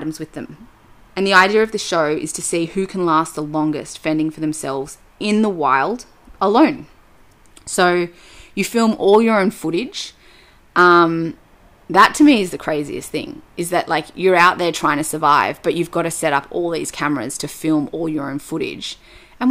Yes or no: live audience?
no